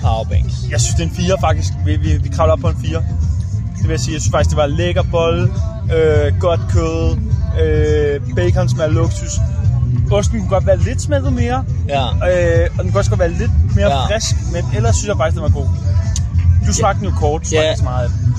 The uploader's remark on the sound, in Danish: En episode fra hvor det hele startede, nemlig Roskilde festival.